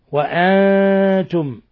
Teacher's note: قوله تعالى: وكيف تكفرون وأنتم، نون ساكن جاء بعد حرف التاء، الحكم التجويدي إخفاء حقيقي